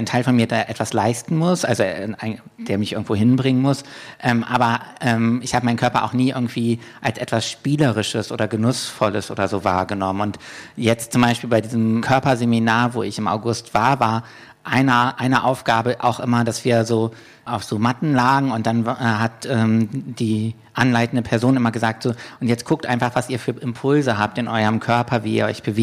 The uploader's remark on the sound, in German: Wir haben mal wieder live gepodcastet - diesmal im Roten Salon der Volksbühne im Rahmen des Festivals "Archäologie des Verlusts"!